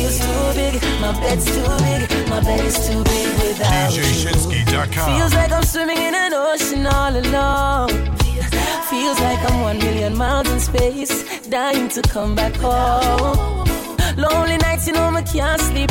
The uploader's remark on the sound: Reggae Jam Session Live In Houston TX.